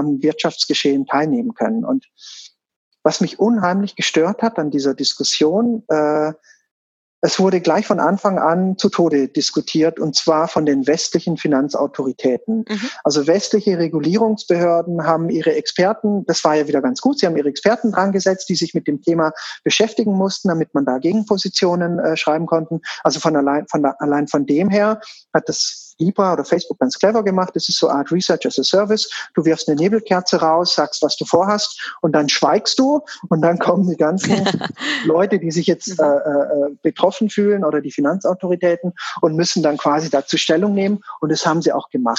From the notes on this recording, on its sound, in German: Denn mit Voranschreiten der aktuellen Situation wurde aus einem langfristig geplanten Treffen vis-a-vis ein Zoom Call.